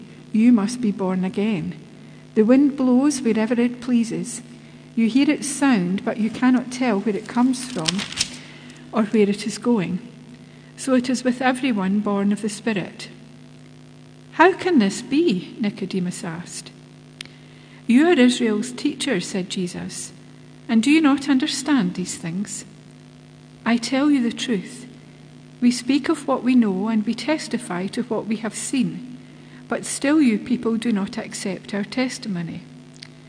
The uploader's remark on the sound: Live from The Old Kirk. Live stream of our service.